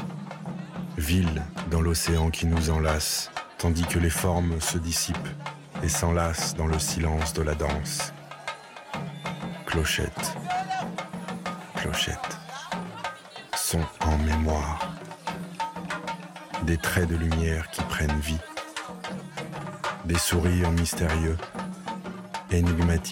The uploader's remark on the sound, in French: Sur un montage de sons enregistrés pendant le carnaval en Guadeloupe.